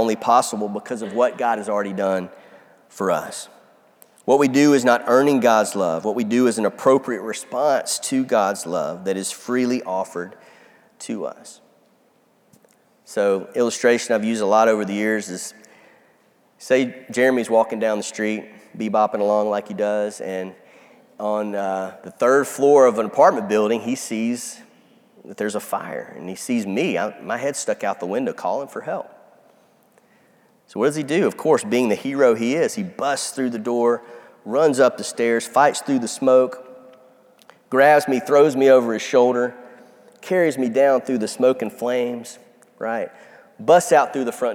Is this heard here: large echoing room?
yes